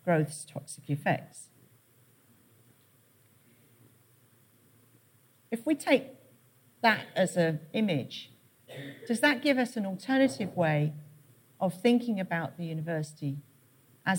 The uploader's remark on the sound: Keynote at SRHE Annual Research Conference 2017